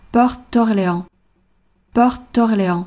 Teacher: Porte 和 D 两个辅音， T D 连起来比较难读。我们为了单词的连贯性，会弱读这个 T · IPA: [pɔrt d’ɔrleɑ̃]